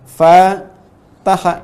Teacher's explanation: dibaca panjang, lebih panjang dari yang setelahnya, dari ta dengan ha